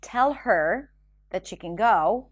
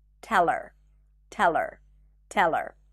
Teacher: The H in pronouns like her, him, or hers and his is dropped when it's unstressed. · Shown in: second take